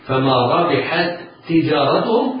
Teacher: فما ربحت تجارتهم حكمه الإضغام، يبقى ننطق الحاء بعدها تاء واحدة مشددة فما ربحت تجارتهم. يرتفع اللسان به ارتفاع واحدة، إياك وأن يرتفع اللسان بالتاء مرتين